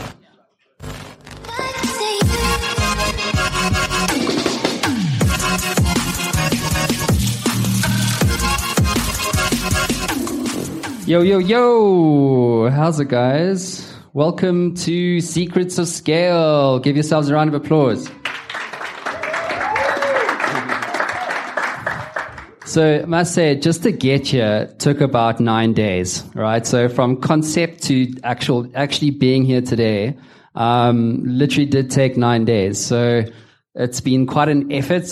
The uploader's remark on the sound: Secrets of Scale LIVE SHOW.